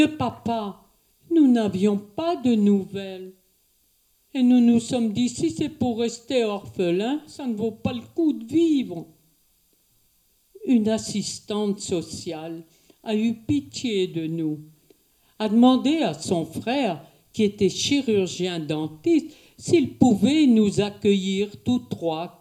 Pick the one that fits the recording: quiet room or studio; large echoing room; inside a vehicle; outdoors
large echoing room